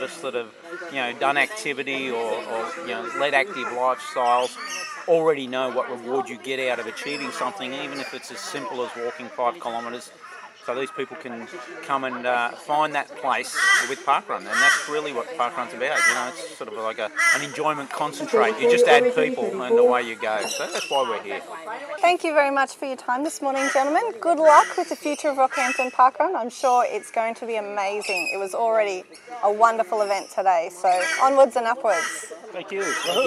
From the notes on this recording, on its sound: The parkrun adventurers head to the launch of Rockhampton parkrun, catching up with locals and adventurers alike.